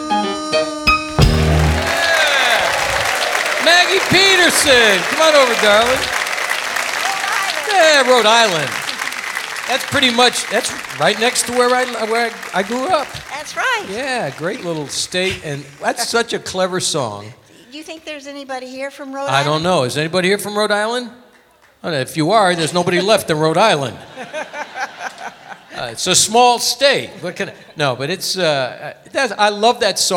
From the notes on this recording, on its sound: Live at the SouthPoint Casino